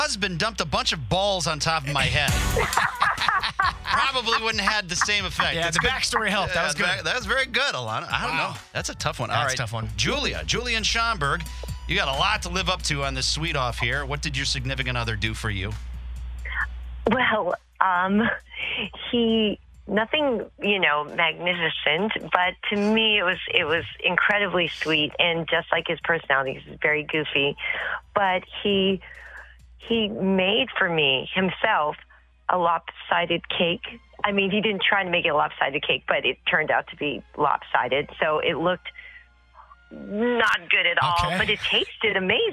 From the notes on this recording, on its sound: people call